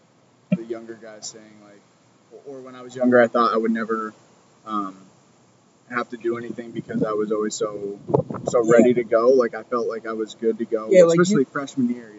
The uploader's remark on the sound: Today we are poolside in Tampa, Florida. A little windy down here so please stick with the audio, it is not the best at times. Note taken, do not do podcast outside in wind lol.